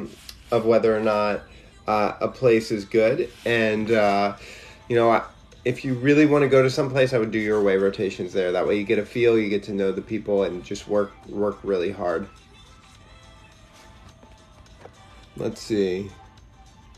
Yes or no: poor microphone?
no